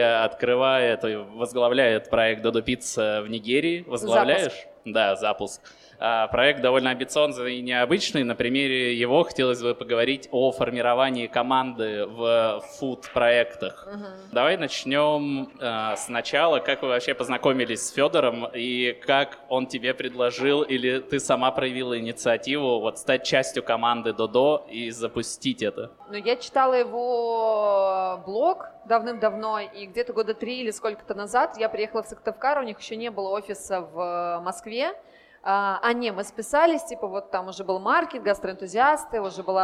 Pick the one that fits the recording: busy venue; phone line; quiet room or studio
busy venue